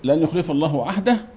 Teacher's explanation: لن يخلف خلف بعدم الغنة